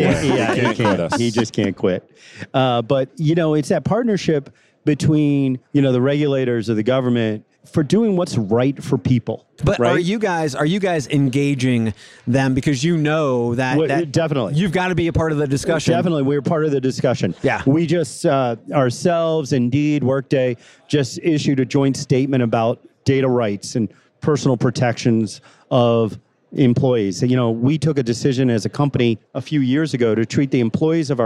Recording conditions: live audience